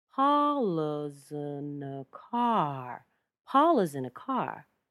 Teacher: Long, short, short, short, long.